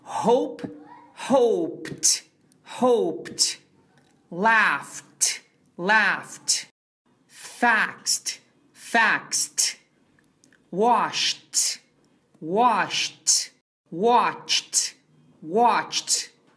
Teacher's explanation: o ED vai ser pronunciado como T, T.